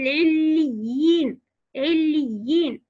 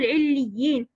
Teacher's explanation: أتت ياء مشددة مكسورة بعدها ياء مادية، لا بد أن نمكن مد الياء حين الوصل مد طبيعي حركتين وهو مد تمكين · Shown in: first take